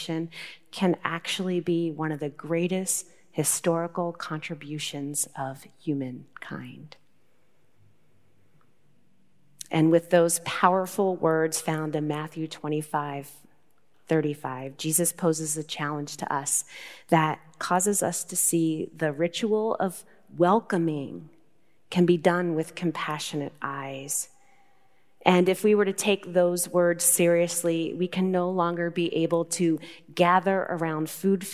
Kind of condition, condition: setting, large echoing room